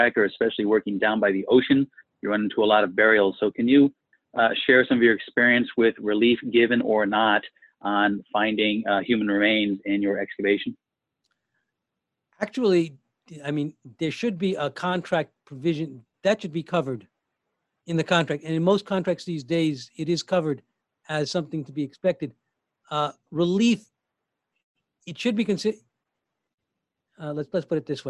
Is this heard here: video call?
yes